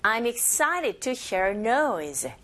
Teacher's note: 더군다나 여러분들이 들었을 때 excited로 들리지 않고 excited, excited, 치사운드가 강모음과 양모음 사이에 껴있죠. 이런 경우에 T사운드가 R소리에 가깝게 들려지게 되고요